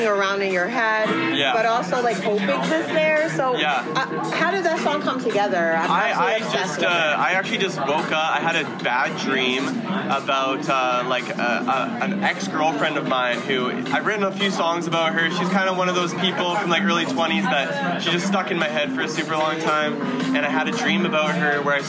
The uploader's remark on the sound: Reports back from Levitate Music Festival.